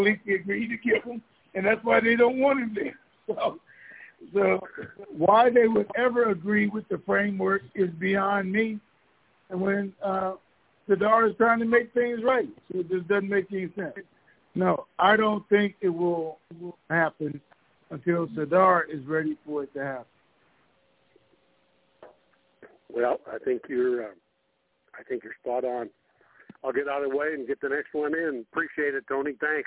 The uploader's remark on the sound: Conference Call.